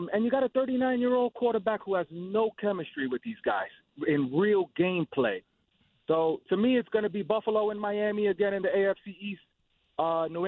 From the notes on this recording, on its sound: take a ton of your calls.